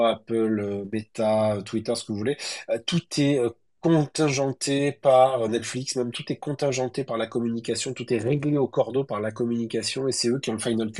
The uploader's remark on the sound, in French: réalisé le 28 juillet 2023 lors d'un Twitter X-Space